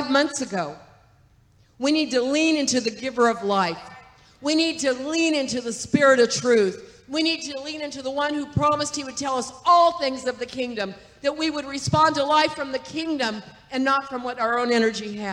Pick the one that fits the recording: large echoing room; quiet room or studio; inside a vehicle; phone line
large echoing room